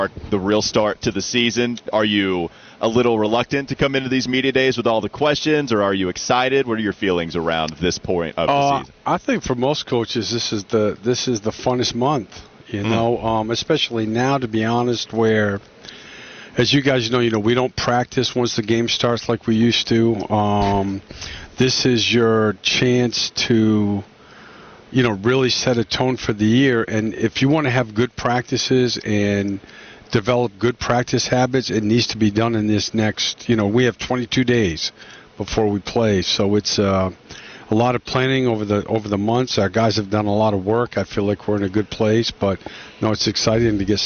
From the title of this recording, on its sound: Live From Hornets Media Day